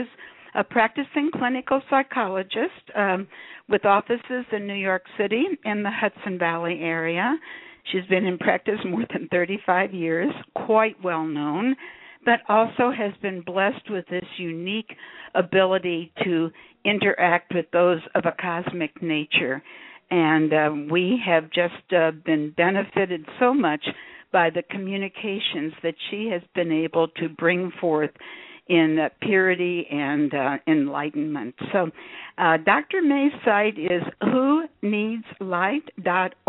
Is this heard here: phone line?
yes